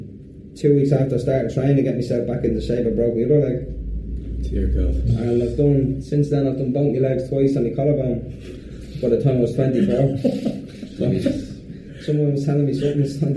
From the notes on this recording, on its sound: Sound quality reflects our earlier recording equipment